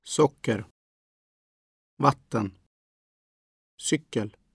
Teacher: words for sugar, water, and bicycle with accent 1, a single rise